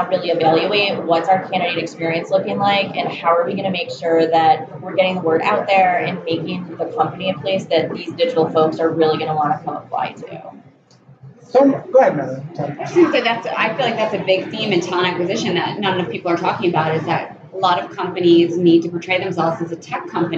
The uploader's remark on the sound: Recorded live at IBM's Think Conference in Las Vegas, a massive event that brings together over 30K IBM customers, partners, and employees.